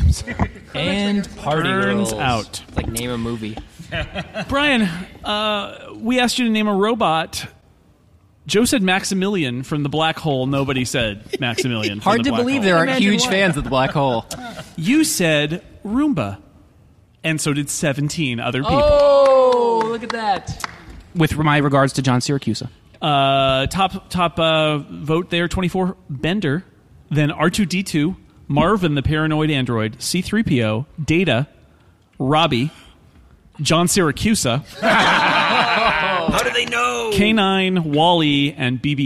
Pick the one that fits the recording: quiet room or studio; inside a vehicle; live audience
live audience